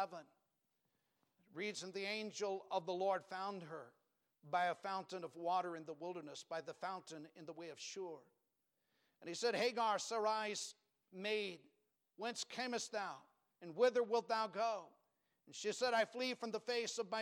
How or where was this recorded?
large echoing room